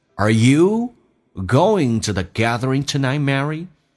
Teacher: 这个咬舌音在口语化当中为了偷懒一般不咬舌，发成近似于 z 这个发音，变成 d z t z d z 都是可以的，要么是 t z 要么是 dz，所以这几个单词就变成 Are